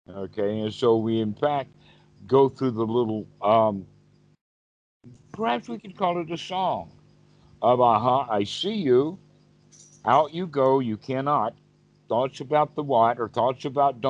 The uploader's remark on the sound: skype calls